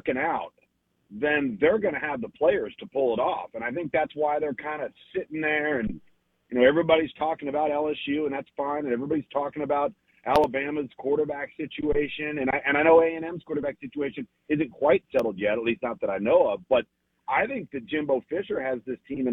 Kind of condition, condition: link, phone line